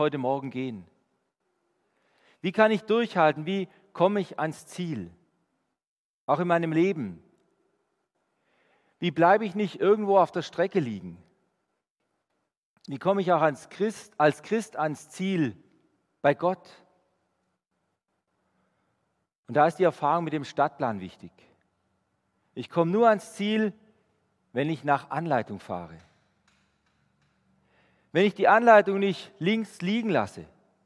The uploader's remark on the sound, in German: Die Predigt aus dem Gottesdienst. Der EvangelischenGesamtkirchengemeinde Marschalkenzimmer-Weiden.